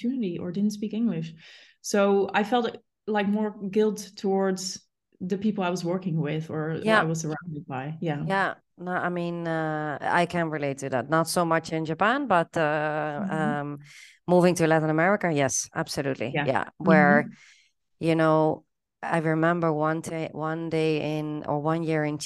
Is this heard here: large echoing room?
no